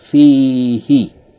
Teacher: the pronoun hu became he because it's preceded by ya with sukoon